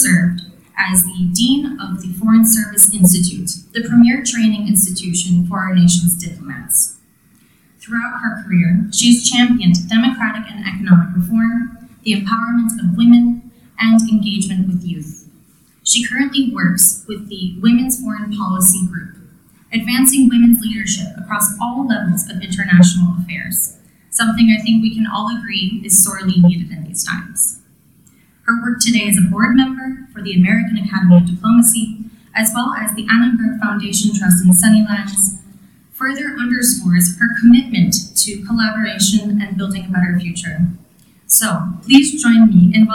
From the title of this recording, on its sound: Event Recording